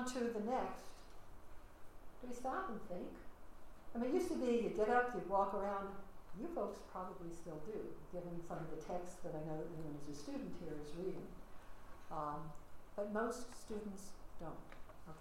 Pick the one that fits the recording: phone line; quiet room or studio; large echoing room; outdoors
large echoing room